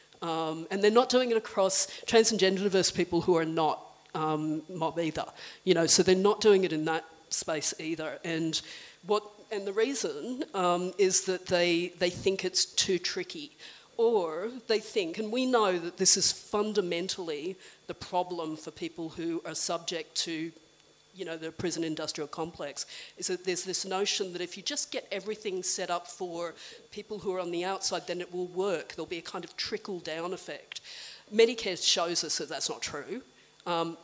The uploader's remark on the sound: a recording from the Trans Prisoner Solidarity panel held in Woolloongabba